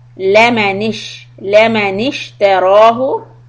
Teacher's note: Noon kasra will connect with the sheen. Don't read the alif.